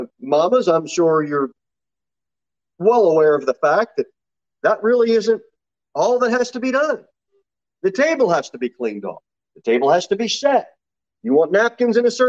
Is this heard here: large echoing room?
yes